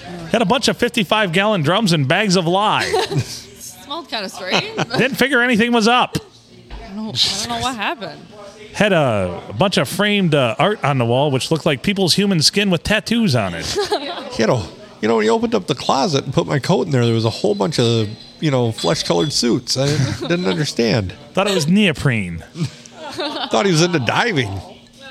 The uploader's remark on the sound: Recorded on a Sunday night. Serving us drinks at The Blue in the 4-69!